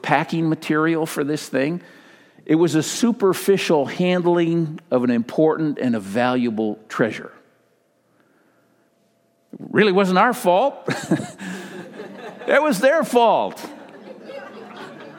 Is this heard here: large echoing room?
yes